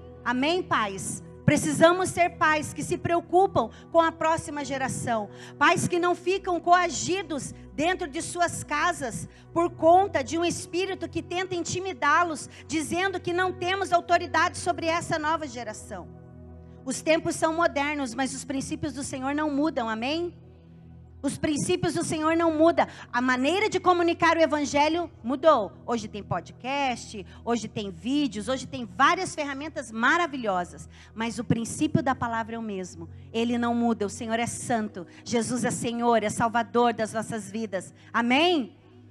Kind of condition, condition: setting, large echoing room